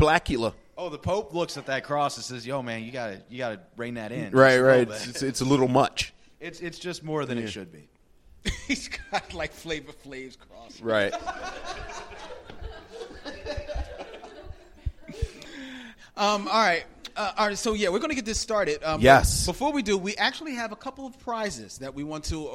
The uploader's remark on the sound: The Men enjoy their first live event, a night of food, fun and film.